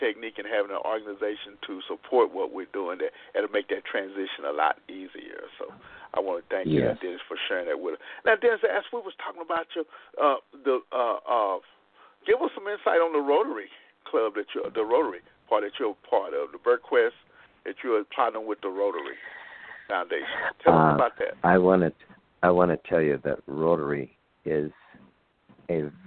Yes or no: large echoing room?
no